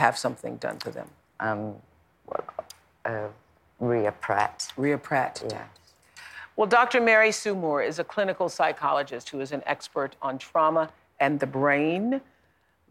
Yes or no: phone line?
no